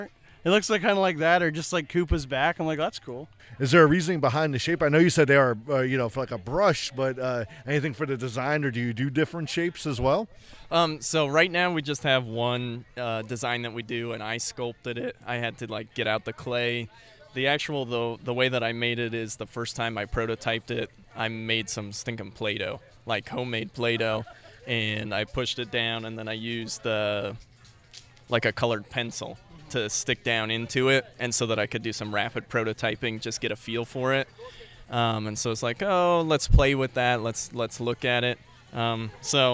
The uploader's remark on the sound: took place during our coverage of The Back Alley Art Festival in Lark Park